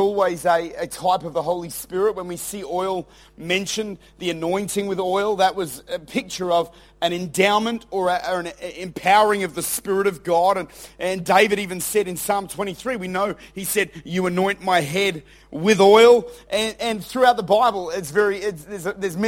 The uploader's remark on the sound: Recorded at Lifepoint Church, Adelaide, South Australia.